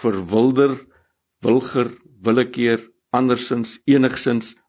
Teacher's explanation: waar die i-klank telkens uitgesprek word as een e, maar ons spel dit met een i. · Term: schwa